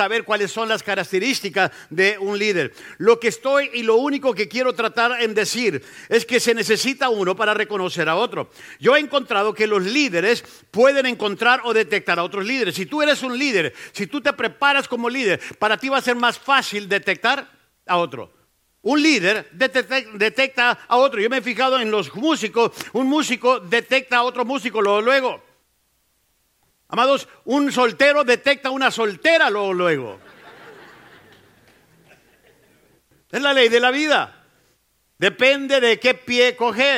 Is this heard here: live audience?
yes